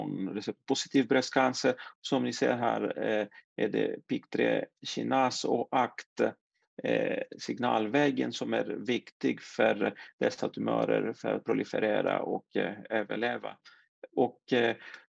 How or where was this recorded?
video call